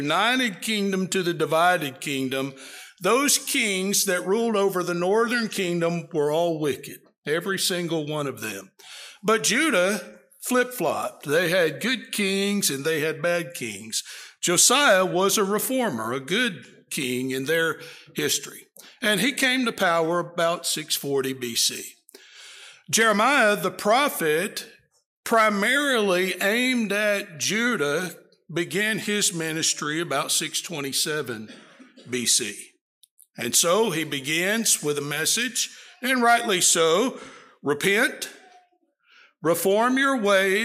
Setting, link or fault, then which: setting, large echoing room